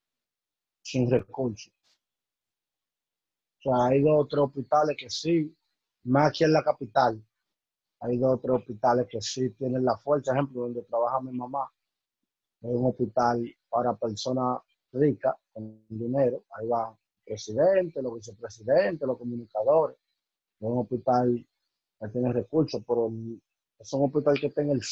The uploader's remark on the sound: The audio is not the best.